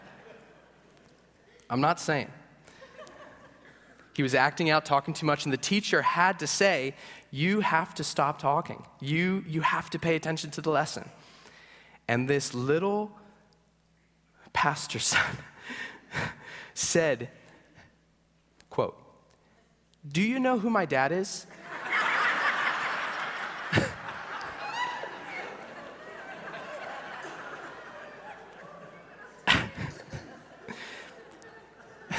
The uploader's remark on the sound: At Greentree Church on April 23, 2023. At Greentree Church on April 23, 2023.